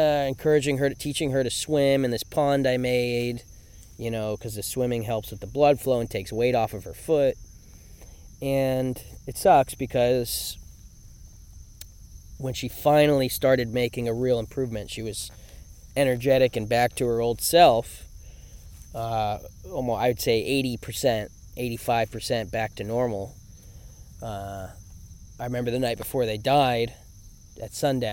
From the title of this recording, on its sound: Field Recording